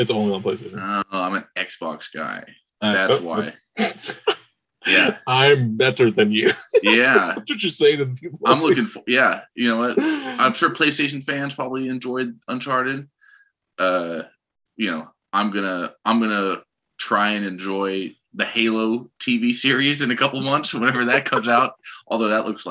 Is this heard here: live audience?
no